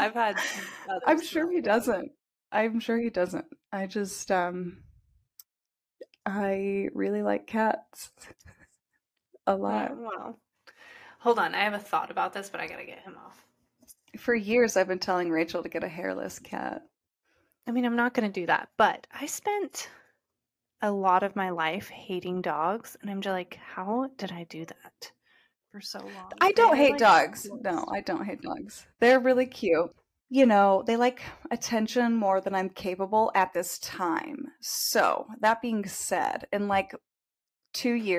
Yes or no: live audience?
no